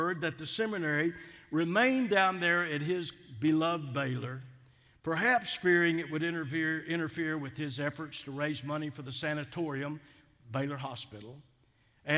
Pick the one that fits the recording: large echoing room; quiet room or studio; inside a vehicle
large echoing room